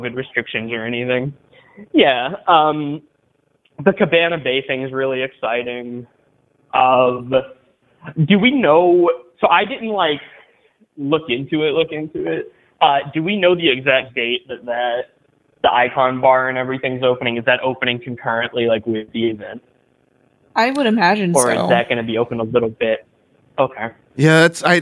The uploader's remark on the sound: Instant Reaction Call-in. We’ve opened up the phone lines to the HHN community.